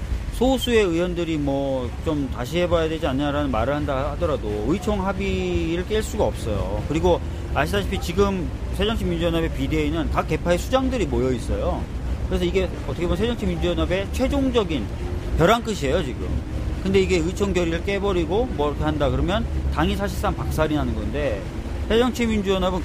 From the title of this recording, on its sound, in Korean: 광화문 농성장에서 듣다